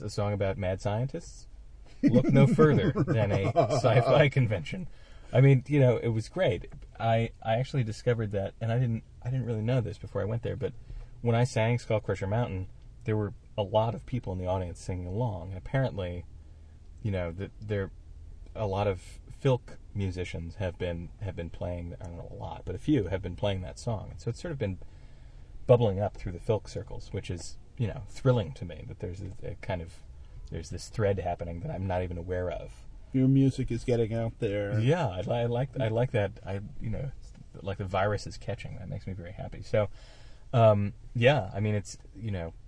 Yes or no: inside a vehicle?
yes